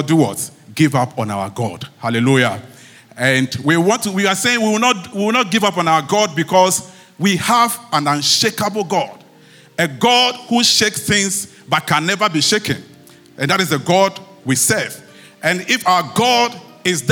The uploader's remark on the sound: Sermon preached at CBC Shiashie